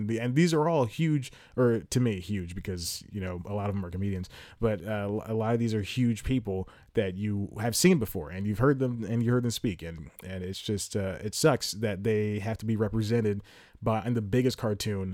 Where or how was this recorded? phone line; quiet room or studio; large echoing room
quiet room or studio